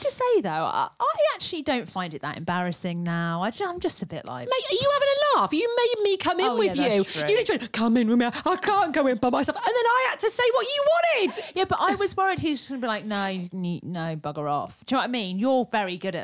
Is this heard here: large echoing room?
no